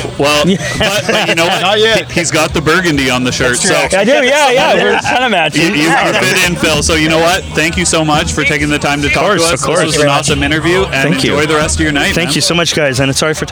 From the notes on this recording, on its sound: We are back at it again with a stop in Cambridge, Ontario for Octob...sorry Oaktoberfest! Live again, we had a wonderful opportunity to come out to the first Oaktoberfest put on by Reverence Barrel Works and Brolly Brew Co.